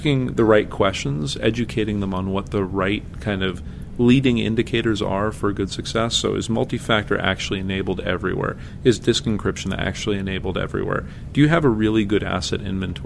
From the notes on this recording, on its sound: at their yearly conference, CONVERGE